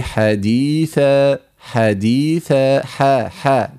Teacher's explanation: حديث حاء يعني تصعدين به نحو التفخيم، اتركيه مرققا